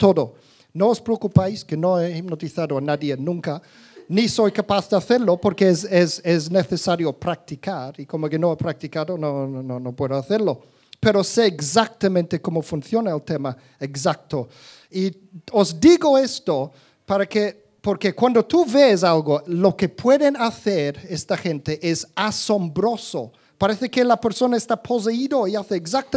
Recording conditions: live audience